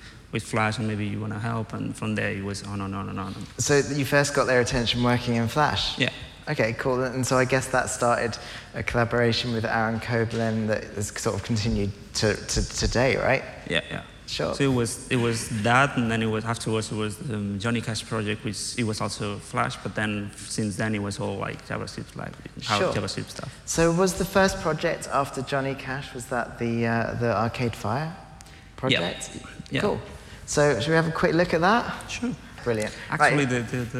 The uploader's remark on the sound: Live from FITC Amsterdam. Live on stage at FITC Amsterdam.